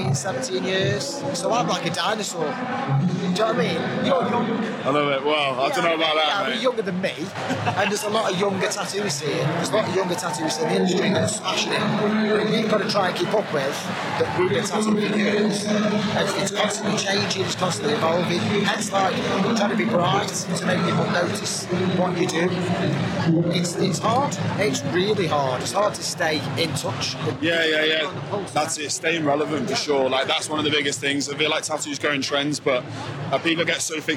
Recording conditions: busy venue